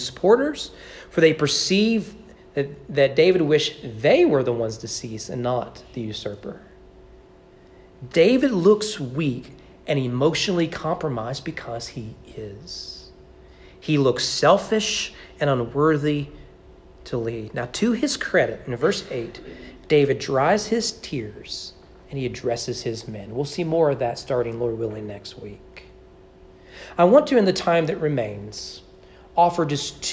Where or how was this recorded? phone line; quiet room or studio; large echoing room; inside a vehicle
large echoing room